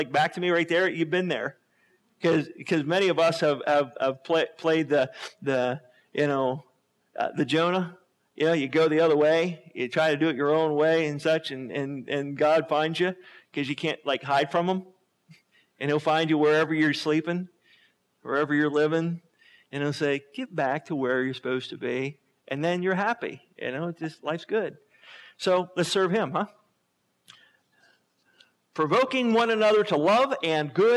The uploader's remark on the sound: Sermon was recorded August 21, 2011 at Northside Baptist Church of Elkhart, Indiana